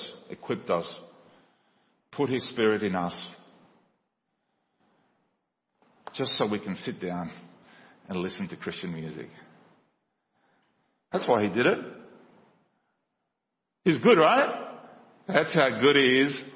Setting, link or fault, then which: setting, large echoing room